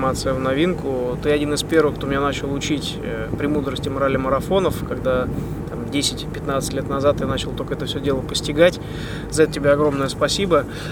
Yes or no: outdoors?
yes